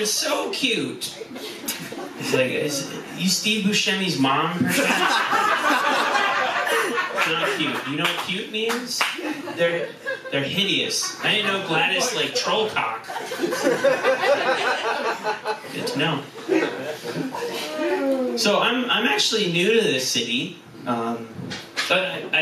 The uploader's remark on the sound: Our recording had some issuses.